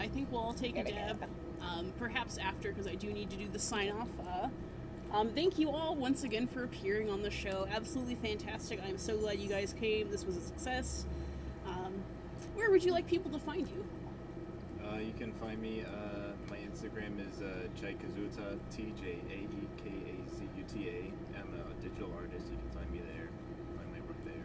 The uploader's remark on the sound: It was too hot to record inside, and we didn't have a stage to record on, soooooo the audio has pool-filter-inspired white noise and sometimes gets louder for no reason!